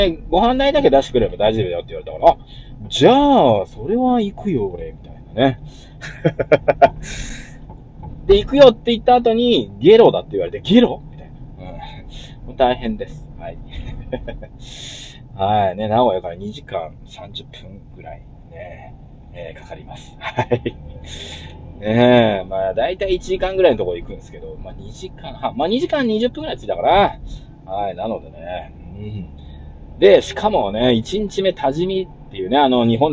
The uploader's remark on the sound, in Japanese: 音割れすいません。